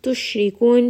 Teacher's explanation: sheen has the fashi. Spread that sound around in your mouth.